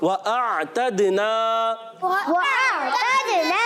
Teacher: وَأَعْتَدْنَا، وَأَعْتَدْنَا، اور دال حرف کلکلا کلکلا ادا کریں گے، حرف مدہ ایک الف نون الف زبر نا کھینچ رہے ہیں